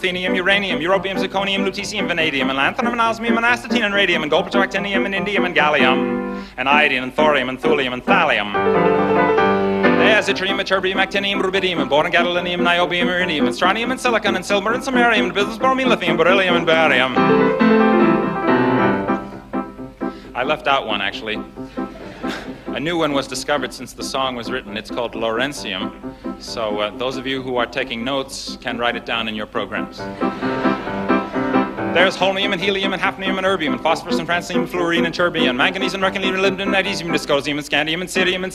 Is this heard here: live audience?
yes